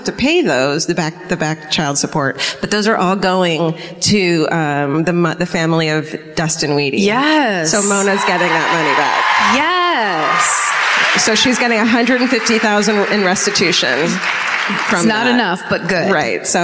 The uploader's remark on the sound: Live at the Civic Center in Des Moines